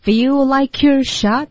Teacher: 然后 shot 的 t 会省略